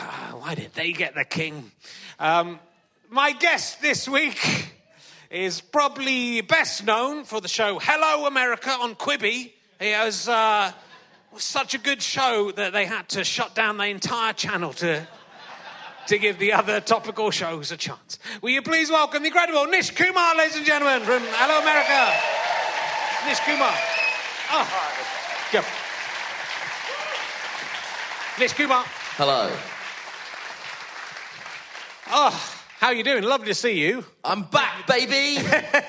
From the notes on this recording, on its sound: back at the Leicester Comedy Festival for the second week in a row